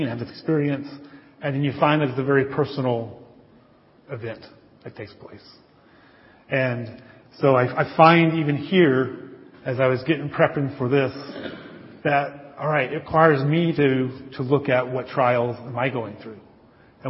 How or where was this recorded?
large echoing room